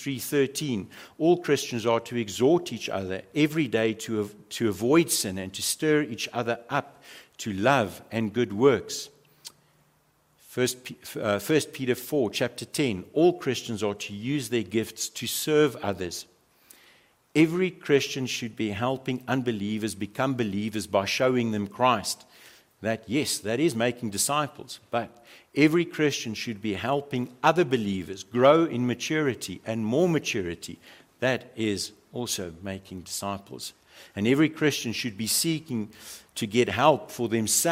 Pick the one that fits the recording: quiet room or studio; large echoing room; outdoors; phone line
large echoing room